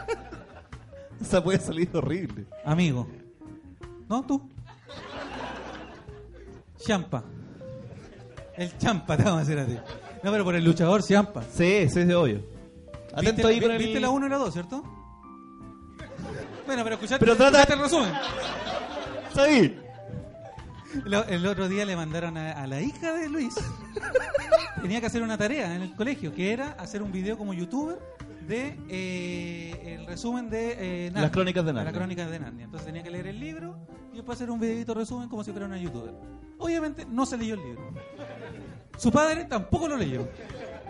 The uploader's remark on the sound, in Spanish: Esta vez desde una sala de cine, con público, concurso y muchas risas después de la Avant Premiere de Terminator: Dark Fate.